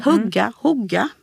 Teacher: det är ett kort u-ljud, ofta som ett o-ljud